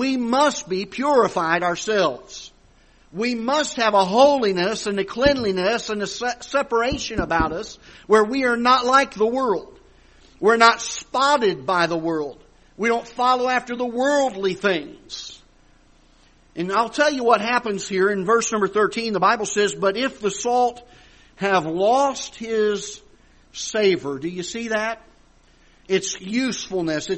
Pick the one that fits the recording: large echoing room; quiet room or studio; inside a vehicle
large echoing room